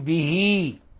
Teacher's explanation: ولاحظوا إخواني به لفظة به يجب إخلاص الكسرة. حالة الوصل إذا وصلناها نقول به نشبع الكسرة، أما إذا وقفنا عليها به به فنخلص الكسر.